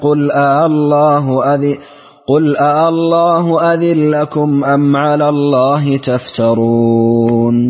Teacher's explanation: نعطف السوسي لكن مع الإدغام، مع إدغام النون في اللام